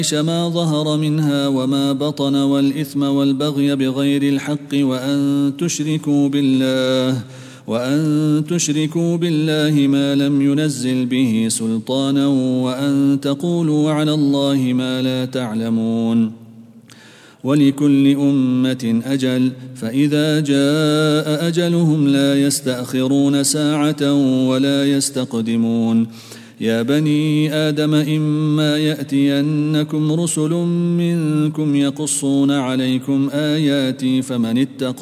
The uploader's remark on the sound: at the Houghton Masjid (West Street)